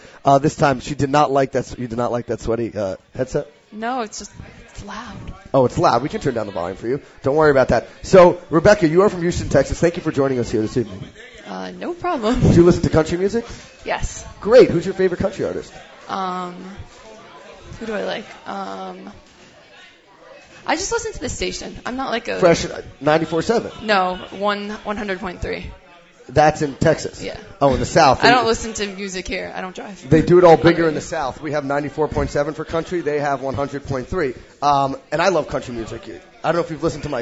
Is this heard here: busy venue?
yes